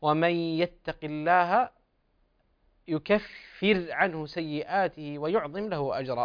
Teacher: وأيضا حقق ترقيق الراء